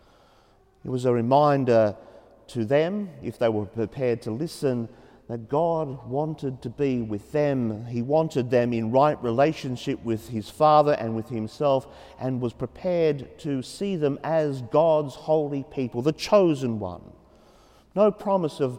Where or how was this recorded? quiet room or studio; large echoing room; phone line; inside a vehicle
large echoing room